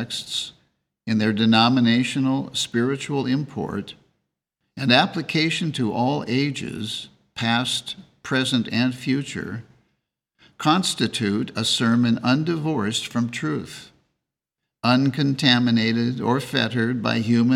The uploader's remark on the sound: The Sunday service audio from January 28th, 2024